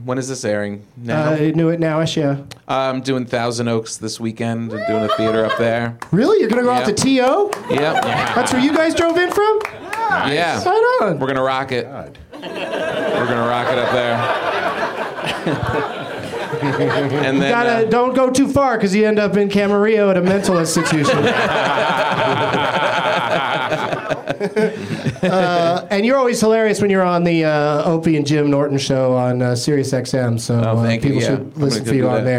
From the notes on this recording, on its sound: Live from the UCB Franklin